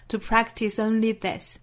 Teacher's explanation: Practice 尾部是 s 的轻辅音，可以跟后面的 only 做连读